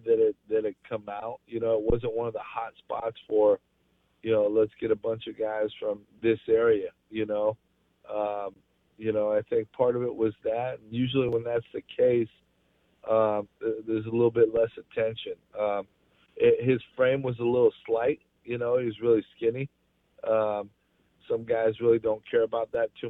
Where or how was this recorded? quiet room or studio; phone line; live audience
phone line